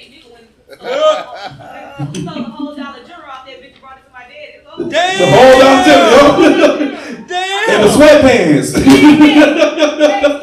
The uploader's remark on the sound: Comedy! Live from Capital Park. Recorded at Capital Park Bar in Baton Rouge, LA.